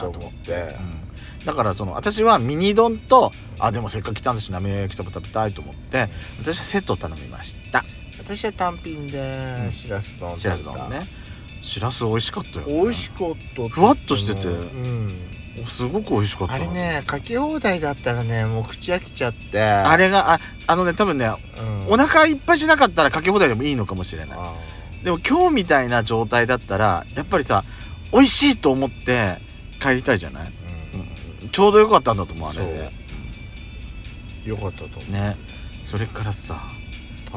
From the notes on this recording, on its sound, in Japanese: パーキング収録